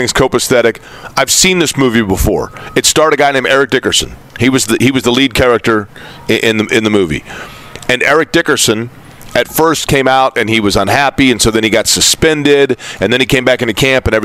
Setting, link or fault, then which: setting, busy venue